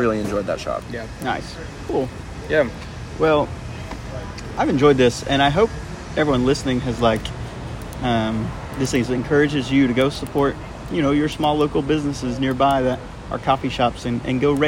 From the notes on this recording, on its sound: The boys are back together for a very special live recording outside Pax and Beneficia Coffee in Irving Texas. Although some background noise, we hope you enjoy.